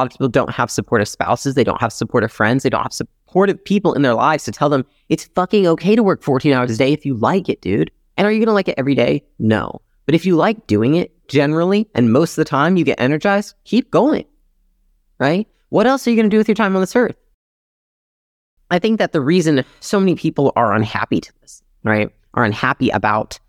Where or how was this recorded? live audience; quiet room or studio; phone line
quiet room or studio